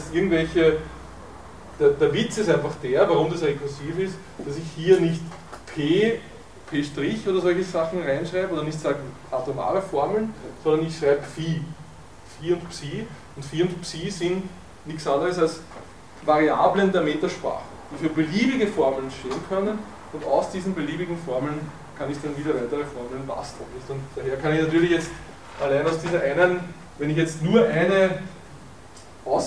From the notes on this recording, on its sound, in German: Diese Vorlesung wurde von Studierenden aufgenommen